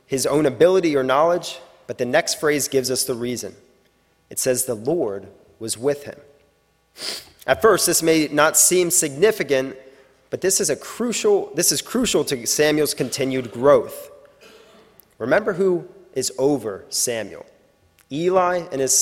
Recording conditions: large echoing room